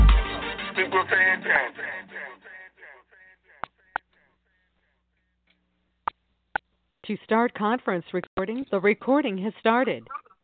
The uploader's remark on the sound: TNTSuperfantastic New Year's Eve Conference Call.